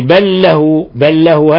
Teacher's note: هذا إضغام متماثلين لأنه لام ساكنة في لام متحركة أضغمتها